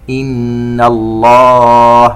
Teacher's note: نون مشددة تغن بمقدار حركتين